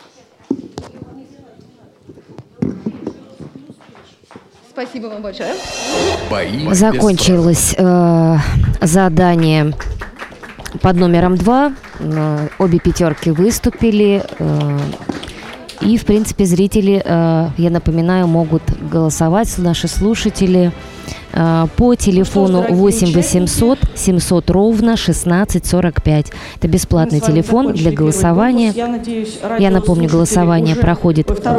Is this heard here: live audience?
yes